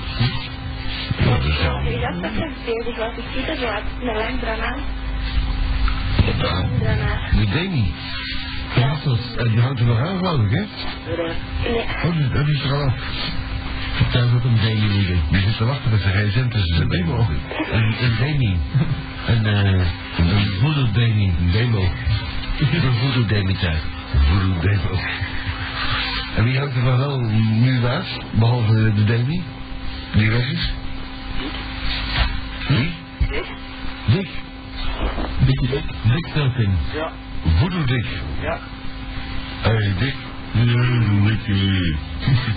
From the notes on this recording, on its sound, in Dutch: De bron van deze opname is een CASSETTE. De audio kwaliteit is vermoedelijk: SLECHT tot NORMAAL.